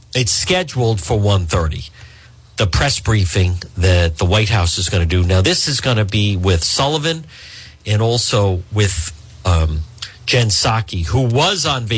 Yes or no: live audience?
no